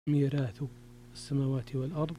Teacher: ميراث أيضا فيها ترقيق الراء لورش